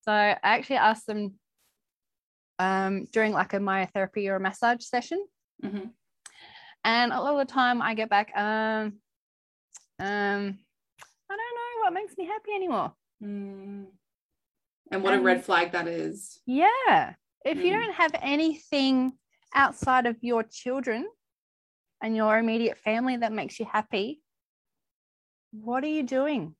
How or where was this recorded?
video call